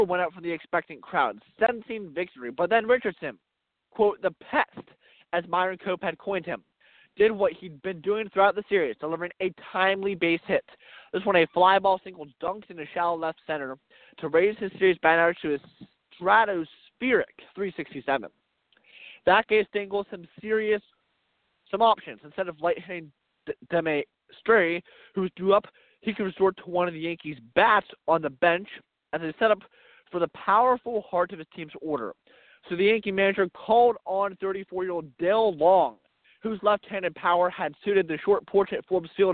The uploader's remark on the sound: We are coming to you live from Mazeroski Field in Oakland